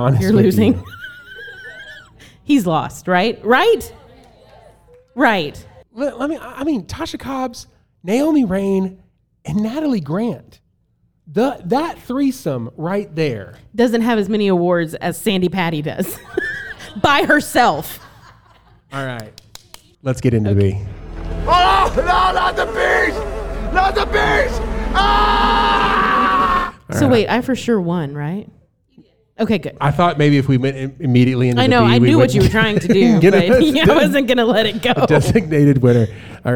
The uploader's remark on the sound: We are live at the Flourish 2023 Women's Conference in Fort Worth, Texas!